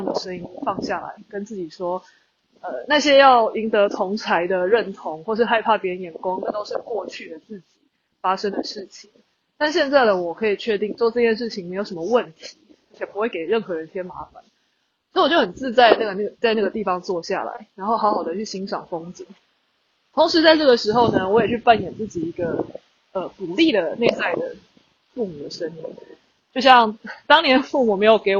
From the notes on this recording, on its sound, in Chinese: 馬祖旅行中有感而發，在福正海灘邊散步邊錄音，風聲有點大，請包涵。